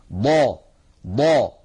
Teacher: من حافة اللسان اليمنى أو اليسرى أو منهما معا مع ما يحاذيهما من الأضراس العليا · Term: الضاد